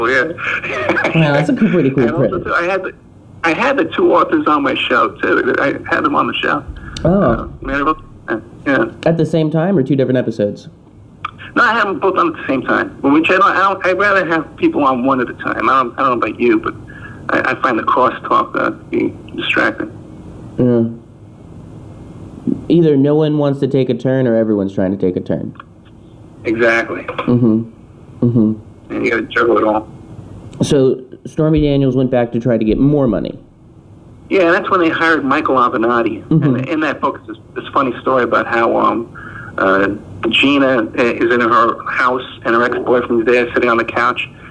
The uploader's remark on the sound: for a phone call